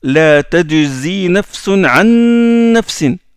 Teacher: quand deux noun se rencontrent et que la première porte le sukun, on appuie sur la deuxième et on fait une runna, ce qu'on appelle nasalisation. · C'est une nasalisation runna prolongée de deux harakat.